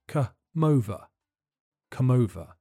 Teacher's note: The M sound at the end of come links to the beginning of over, so it sounds more like come over.